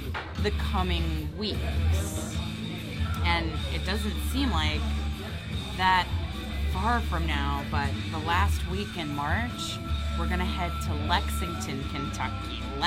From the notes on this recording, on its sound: Live From No. 3 Craft Brews in Cape Coral (FB Live Audio). This is the audio from last night's FB Live beer chat. We are experimenting with some new software and are trying our hand at an enhanced AAC audio podcast format.